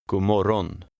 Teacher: In colloquial speech, the G in morgon is silent and the last syllable is emphasized.